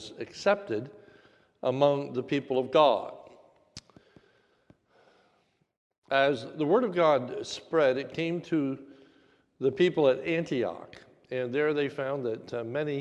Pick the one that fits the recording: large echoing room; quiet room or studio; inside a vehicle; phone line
large echoing room